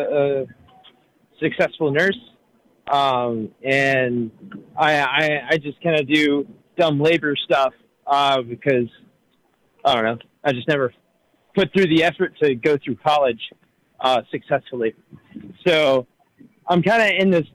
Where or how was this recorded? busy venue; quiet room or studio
busy venue